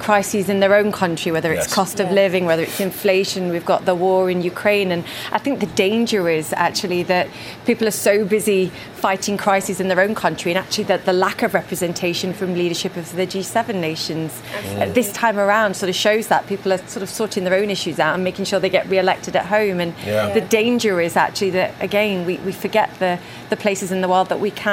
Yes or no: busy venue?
yes